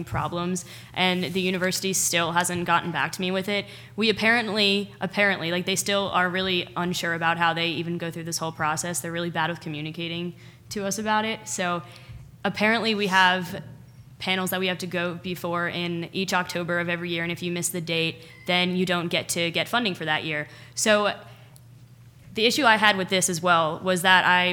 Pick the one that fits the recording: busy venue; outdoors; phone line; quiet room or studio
busy venue